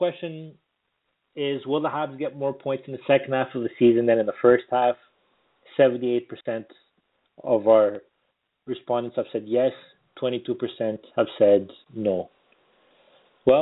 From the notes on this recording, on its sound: It is the most interactive and informative Canadiens podcast as we take your phone calls.